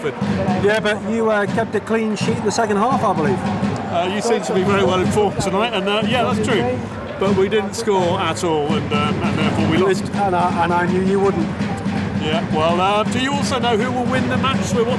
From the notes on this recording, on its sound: was recorded at the Stade Louis II on Sunday 20 August, 2023